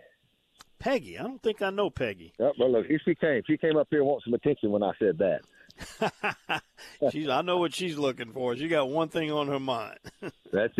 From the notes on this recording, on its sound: LIVE from the duck blinds